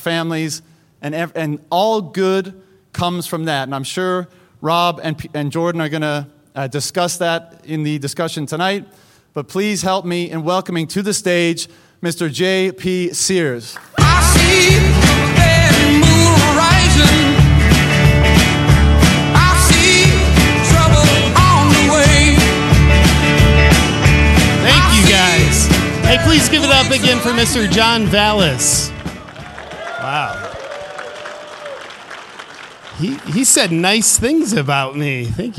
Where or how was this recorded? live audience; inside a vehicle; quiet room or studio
live audience